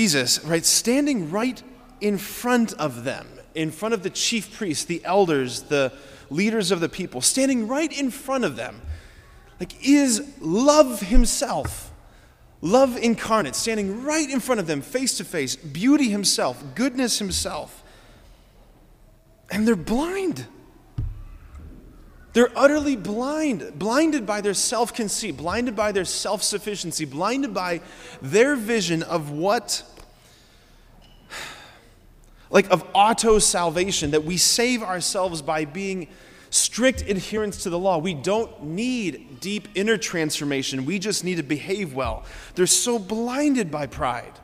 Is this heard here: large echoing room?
yes